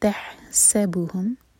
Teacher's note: وتحسبهم تح ح حلق سے تحسبهم سین سی ٹی کی آواز کے ساتھ